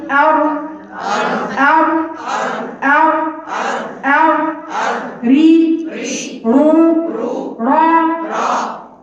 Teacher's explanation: الحته اللي بتكرريها وبتعرفي في مكانها هي هو ده مكان الراء طرف اللسان مع بقاء فجوه بسيطه ما بينها وما بين اصول السنايا العليا